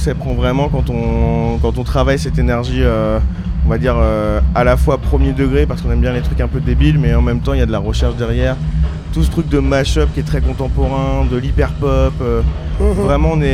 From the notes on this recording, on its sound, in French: en direct de l’espace presse du Festival Beauregard 2023 à Hérouville-Saint-Clair (14)